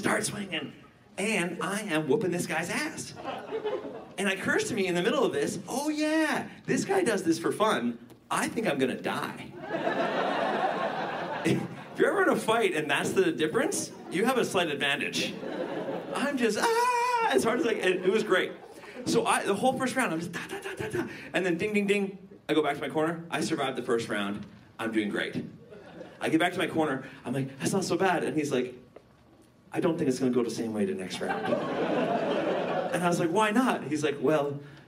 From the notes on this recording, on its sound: The World's ONLY Live Magic Comedy Podcast. Today we get to the bottom of it LIVE from Vancouver at the Rio Theatre. There are magic performances, jokes, a t-shirt cannon, confetti streamers.